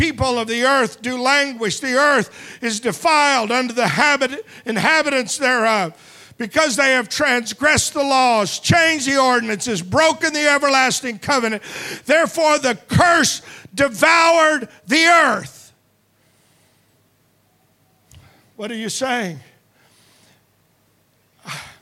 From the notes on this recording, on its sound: Preached at Deep Calleth Deep Conference 23, 5 Dec Evening Service